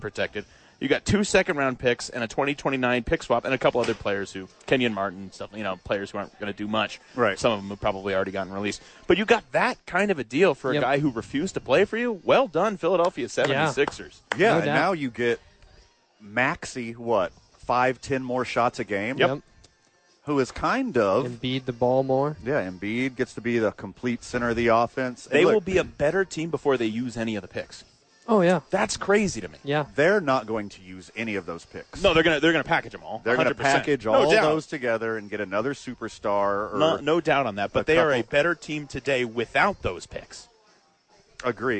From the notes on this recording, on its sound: live from ABQ AXE!